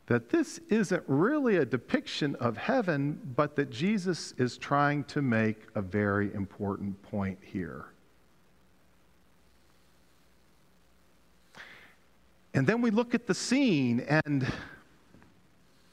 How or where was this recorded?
large echoing room